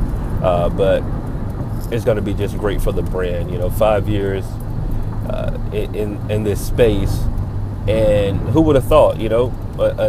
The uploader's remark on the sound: We recorded this one while sitting in rush hour traffic.